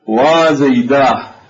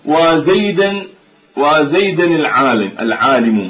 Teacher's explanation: تقف فتضع الهاء للسكت دلالة على أنها قد سكتت وأنهت الكلام · Shown in: first take · والدليل على ذلك أنها في حالة الوصل مثلا وزيدا وزيدا العالم